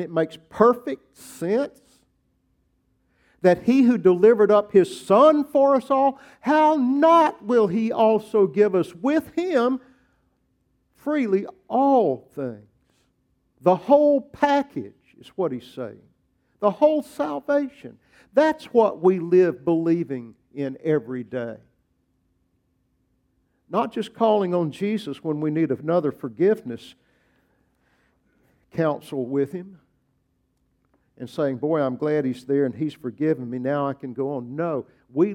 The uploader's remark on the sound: preached at Grace Baptist Church